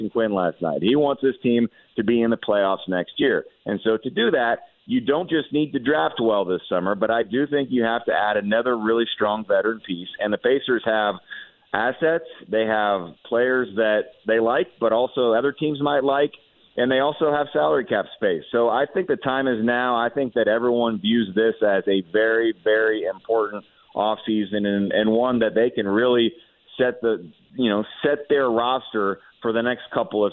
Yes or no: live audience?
no